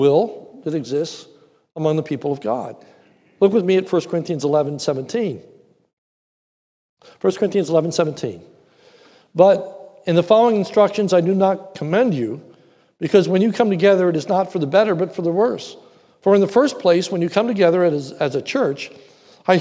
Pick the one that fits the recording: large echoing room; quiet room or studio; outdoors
large echoing room